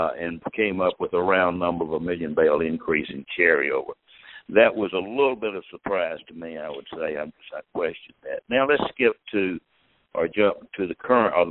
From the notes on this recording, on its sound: Ag Market Network's Monthly Conference Call